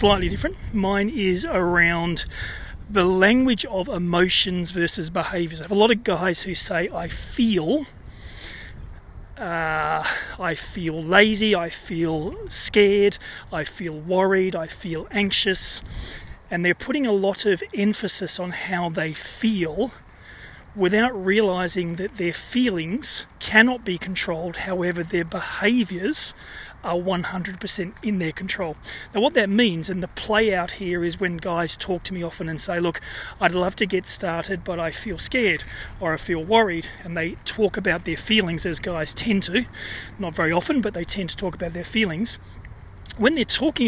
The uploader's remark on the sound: series of short podcasts recorded during daily walks